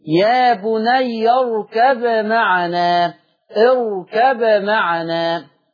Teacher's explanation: السؤال اللي قبله في يا بني يركم معنا على حفص على رواية حفص عن عاصم من الشاطبية يضغم اركم معنا. وعلى ورش عن نافع يظهر الباء. وعند إظهار الباء يقلقل.